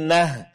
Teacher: Bukan nah ya, tapi nah. Suaranya lebih berat karena makhrajnya lebih ke dalam ya.